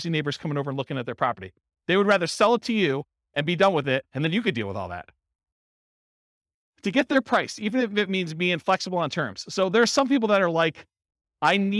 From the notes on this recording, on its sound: This was a live class recorded